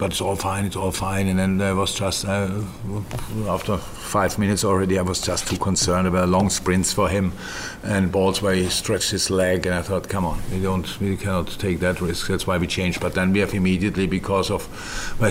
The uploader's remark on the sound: Post-Match Press Conference